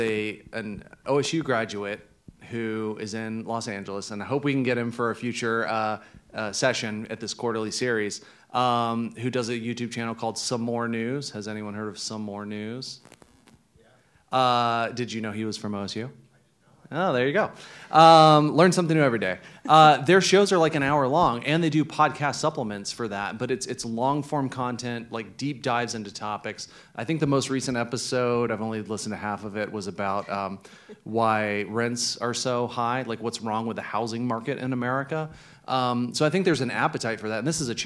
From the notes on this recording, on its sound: This episode was recorded at the Gateway Film Center as part of their Broadcast News: Journalism on Film series